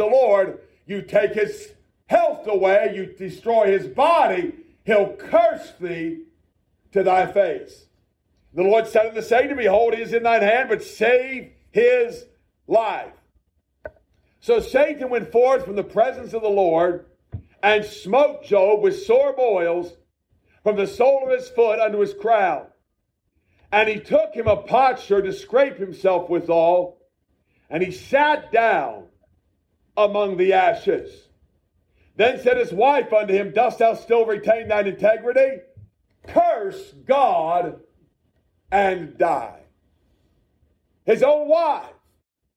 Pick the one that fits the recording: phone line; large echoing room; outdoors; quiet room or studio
large echoing room